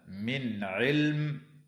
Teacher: وتظهر النون الساكنة عند العين